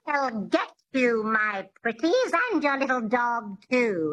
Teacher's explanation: It has this twang, which is the epiglottis, which is just behind the vocal cords in the throat.